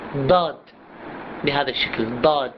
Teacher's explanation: ينطقون الضاد على شكل دال مفخمة